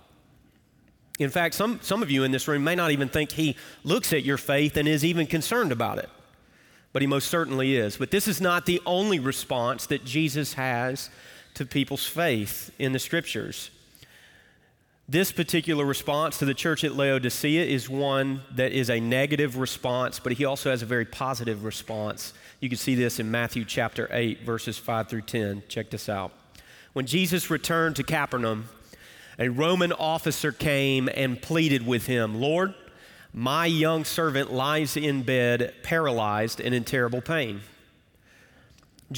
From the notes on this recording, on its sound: Recorded Live at Brookwood Church.